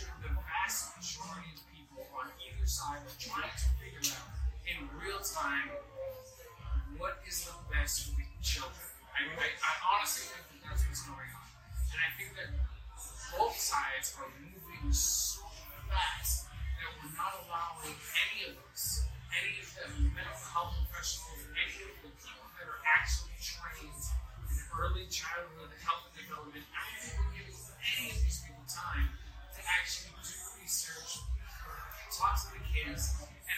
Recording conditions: background noise